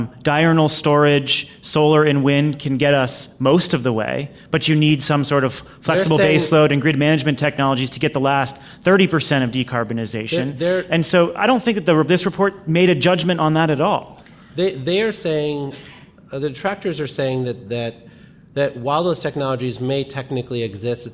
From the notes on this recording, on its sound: This week's podcast was recorded live at GTM's Solar Summit.